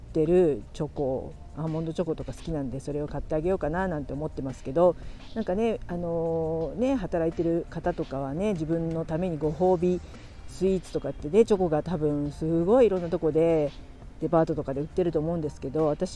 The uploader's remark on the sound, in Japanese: 寒い中、公園で収録できましたー笑。子供達を遊ばせてた公園でラジオ収録する日が来るとはー。散歩しながら収録楽しかったです。雑音はすみません。